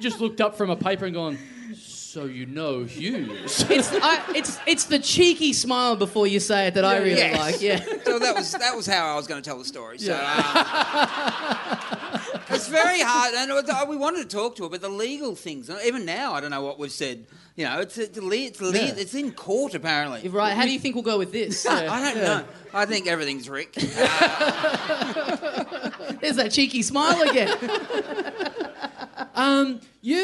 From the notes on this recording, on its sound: We did a huge live podcast a couple of nights before it. Live on stage.